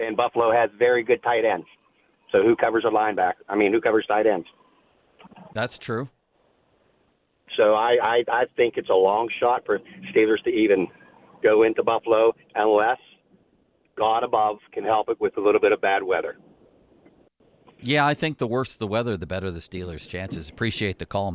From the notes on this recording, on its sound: Quick Phone call from a listener. One listener calls in and tells us their thoughts on the upcoming matchup.